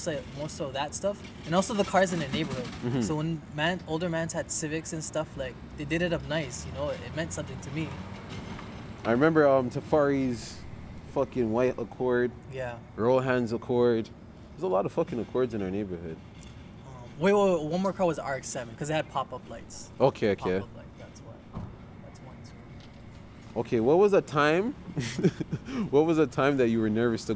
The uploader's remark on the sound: outside edition